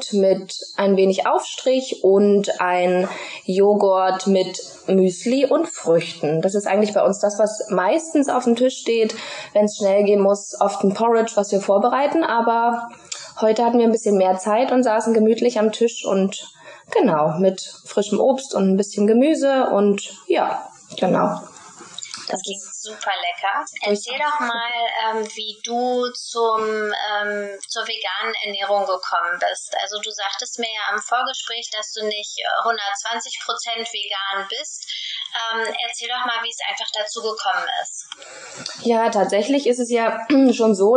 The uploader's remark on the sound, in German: Bitte entschuldige die Tonqualität in dieser Folge! Leider hat mich mein Mikrofon in dem Interview verlassen.